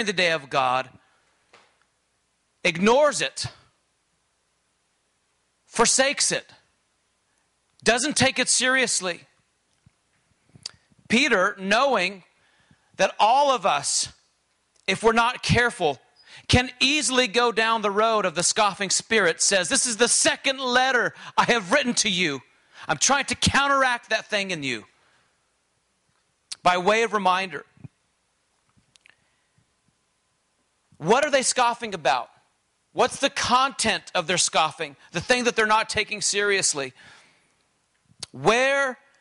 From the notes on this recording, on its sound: during this conference session